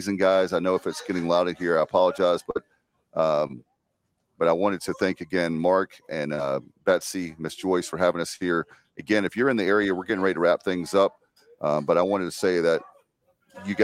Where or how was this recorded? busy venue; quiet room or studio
busy venue